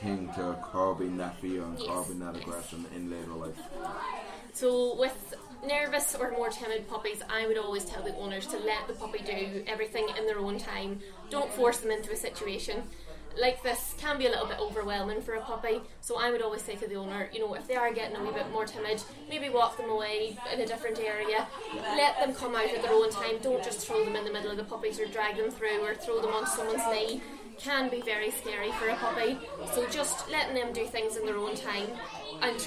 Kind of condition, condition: setting, busy venue